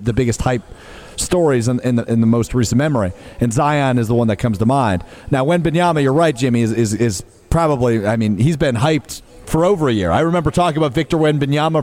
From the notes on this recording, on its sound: The guys are live from X-Golf in Madison